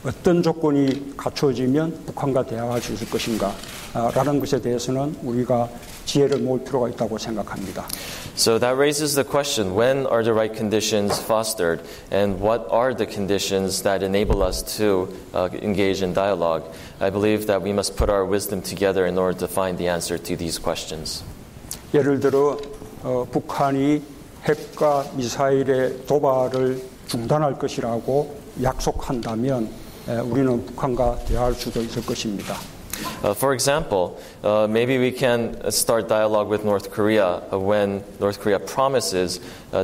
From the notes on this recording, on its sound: Delivered a Global Leaders Forum address to a Washington D.C. Fielded several questions from the audience.